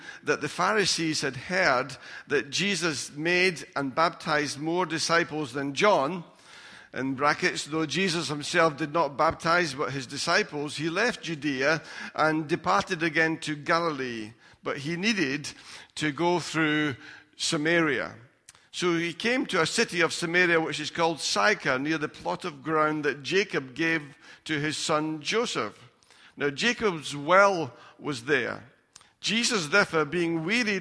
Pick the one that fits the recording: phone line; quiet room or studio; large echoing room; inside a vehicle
large echoing room